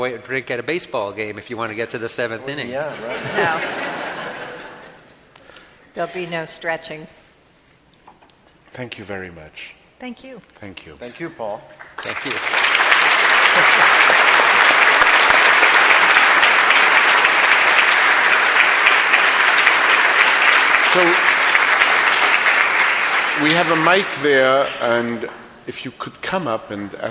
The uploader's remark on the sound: This week on The New York Public Library podcast, LIVE from the NYPL.